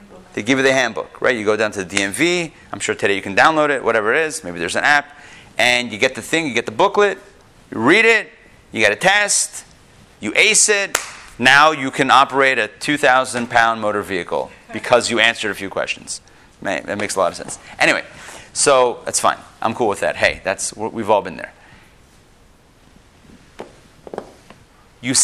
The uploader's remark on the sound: Recorded live in Atlanta